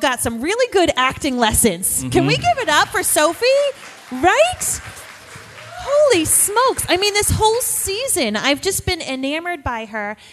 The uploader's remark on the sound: LIVE from Finale Party At The Colony House In Newport, RI